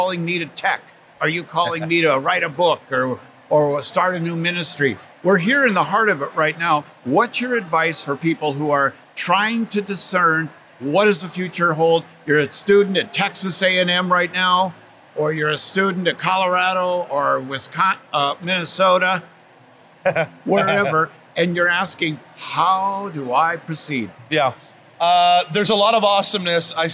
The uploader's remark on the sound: recorded at the SEEK24 conference